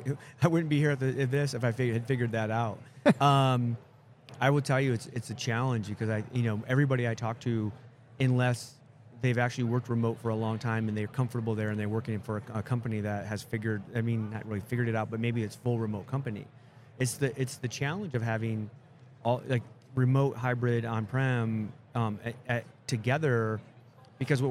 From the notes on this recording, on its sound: Live at the HR Tech 2022 conference.